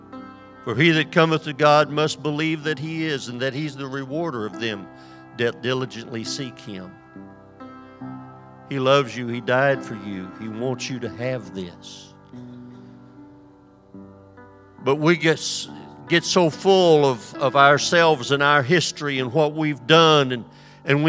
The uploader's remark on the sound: This sermon was recorded live on January 22nd at Newark United Pentecostal Church